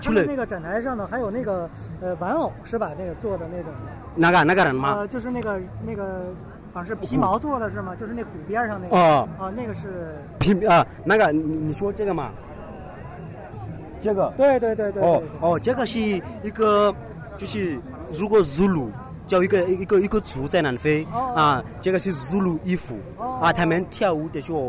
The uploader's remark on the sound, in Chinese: 2014北京科技大学文化节现场报道